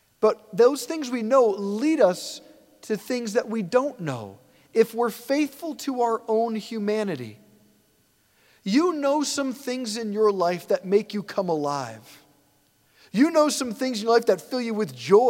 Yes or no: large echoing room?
yes